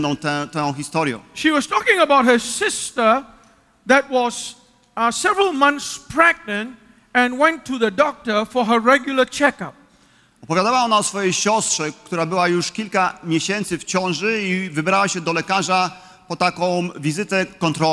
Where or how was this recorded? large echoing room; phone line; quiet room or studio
large echoing room